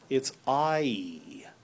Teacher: So another possibility is that if you if you listen carefully, you will hear that the vowel I ends with an E